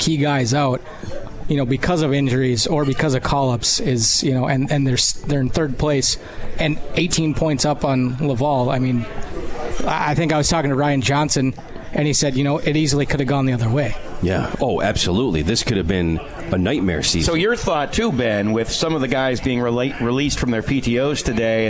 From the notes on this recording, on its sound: Live from Swifty's in Utica NY